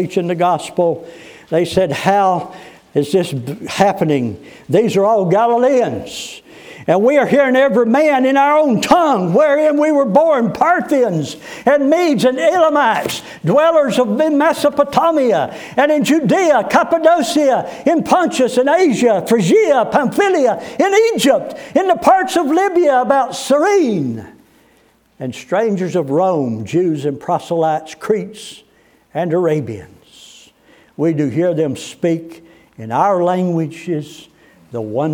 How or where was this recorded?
large echoing room